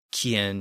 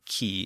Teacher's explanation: The W sound kind of falls away, and the S falls away at the end in the Latin words, and you end up with quien in Spanish and qui in French.